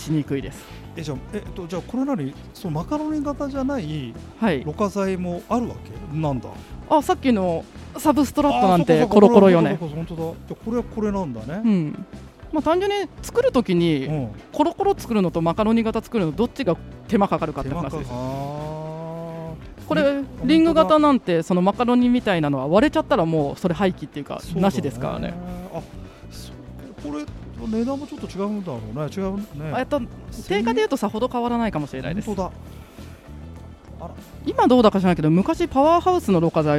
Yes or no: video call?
no